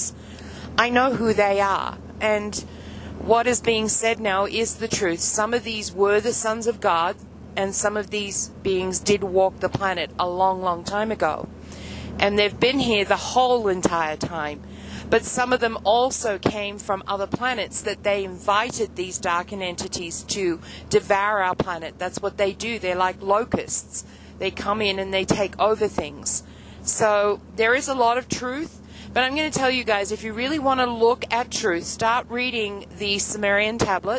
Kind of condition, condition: setting, inside a vehicle